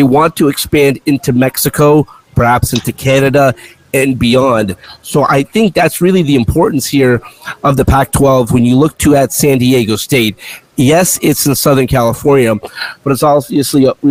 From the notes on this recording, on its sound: Mountain West and Pac-12 Media Days in Vegas. Live from Circa Sports in Vegas.